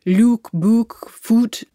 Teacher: In the north of England, they all stay at ooh.